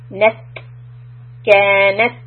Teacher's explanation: I'm hitting the back of the teeth with the tip of the tongue and pushing some air. · Term: hams